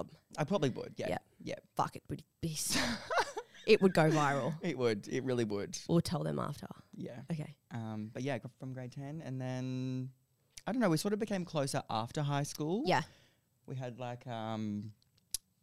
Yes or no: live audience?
no